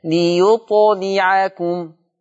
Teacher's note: ننتبه إلى ليطلعكم قلقلة الطاء وكسر اللام